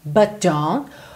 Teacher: Normalmente, tanto no inglês britânico quanto no americano, você vai ligar esses dois sons. But don't, o último T ali do don't, consoante oclusiva, pode aparecer um pouco, bem pouco, quase nada